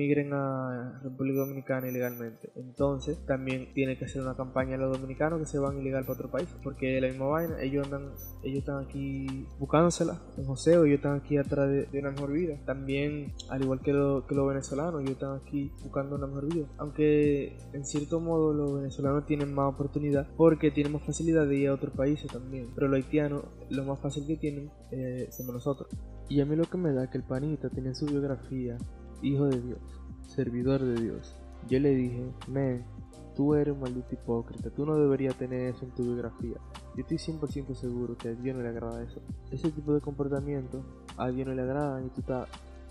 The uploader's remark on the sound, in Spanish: En el audio hay una pequeña estática, asi que no les recomiendo usar audífonos para escucharlo